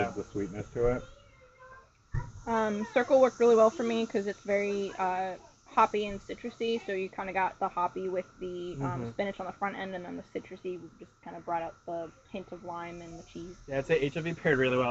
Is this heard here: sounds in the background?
yes